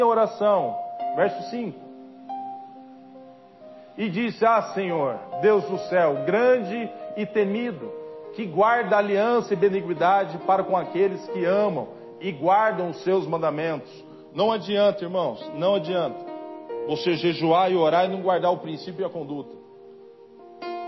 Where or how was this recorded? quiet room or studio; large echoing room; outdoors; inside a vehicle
large echoing room